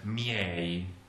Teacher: the E is stressed and must be opened, miei. Because it's after that I then, sound.